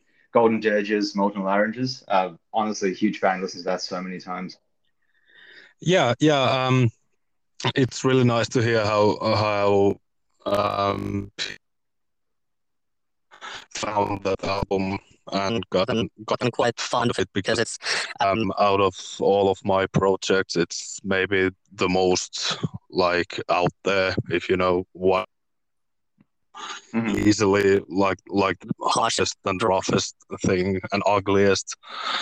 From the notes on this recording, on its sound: Unfortunately we had some connection issues in the first 5 minutes but it all stabilises after that.